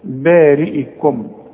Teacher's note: الراء ترقق دائما مدام مكسورة